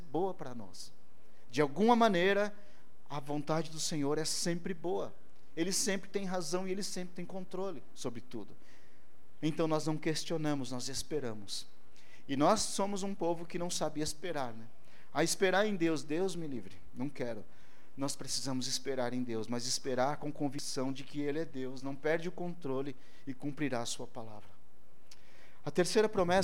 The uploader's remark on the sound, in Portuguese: ÁUDIO DO CULTO